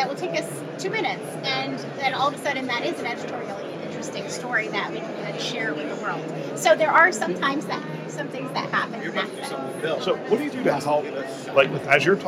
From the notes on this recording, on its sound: it’s an Interview in Action live from HIMSS 2023